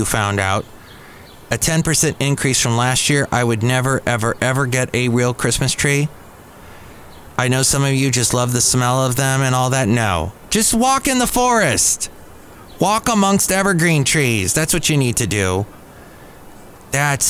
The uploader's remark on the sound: podcasts live from Café Anyway